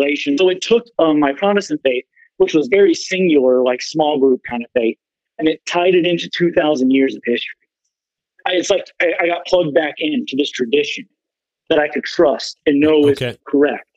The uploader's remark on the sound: the audio quality and lag